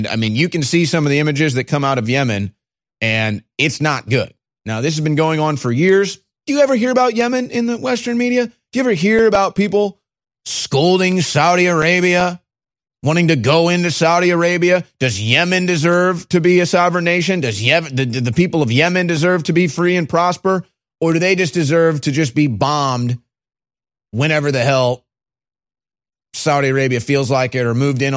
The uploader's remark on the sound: Is LIVE in-studio to cover breaking news and information while taking your calls!